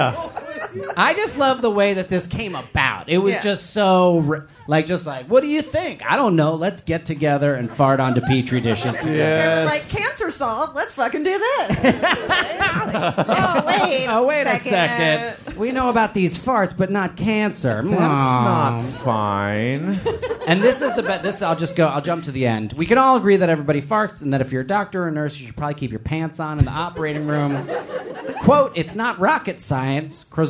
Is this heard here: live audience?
yes